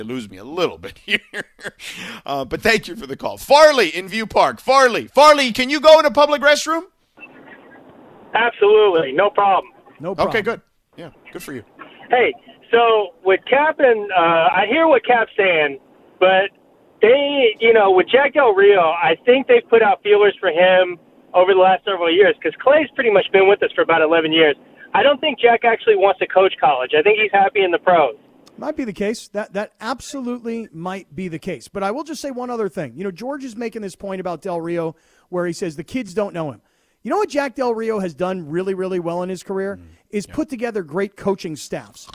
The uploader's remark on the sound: The guys open the phone lines to discuss who can be the new USC head coach.